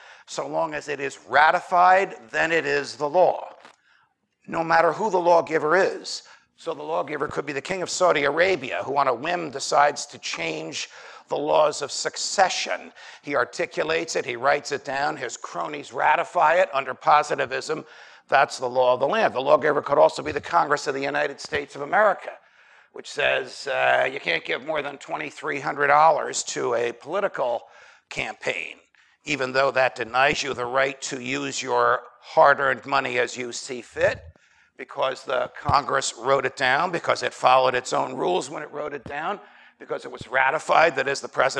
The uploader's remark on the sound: Recorded at Auburn University in Auburn, Alabama, on 24 July 2017. Hosted by the Mises Institute.